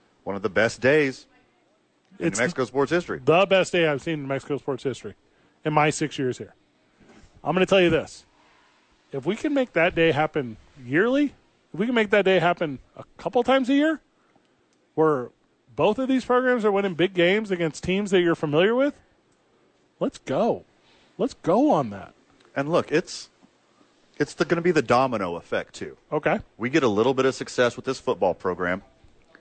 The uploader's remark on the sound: live from the YMCA!